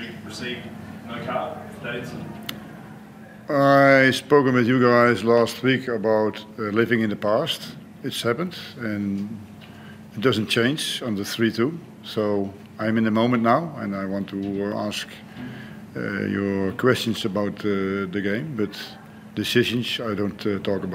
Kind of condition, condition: setting, busy venue